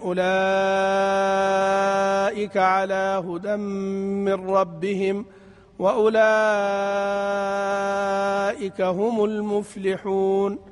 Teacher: إذن لورش في المتصل الإشباع قولا واحدا